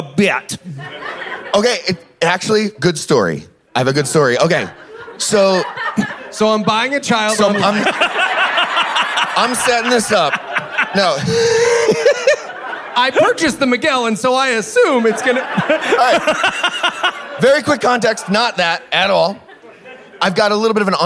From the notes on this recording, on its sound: Sound of Freedom LIVE from Las vegas.